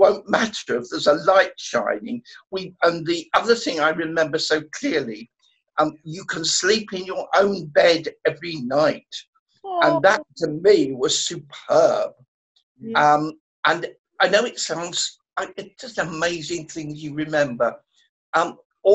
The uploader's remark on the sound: a virtual tea party over Zoom